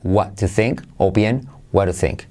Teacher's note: Okay. Esa T de, de, to se puede convertir en R suave. What to think o bien what to think.